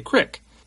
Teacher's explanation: Not to say that there aren't Iowans who don't have some type of accent, particularly those who live in rural areas, or my father, who grew up on a farm, has a casual patois, and instead of saying wash, he'll say warsh, or instead of creek, he'll say crick.